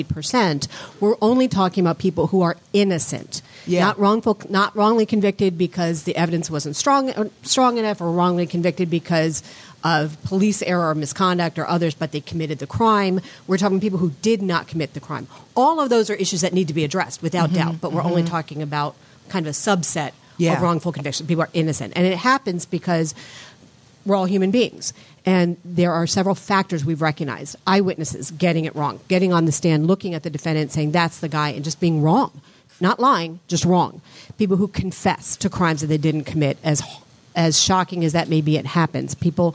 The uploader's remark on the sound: Before a live studio audience as part of the Philly Podcast Festival.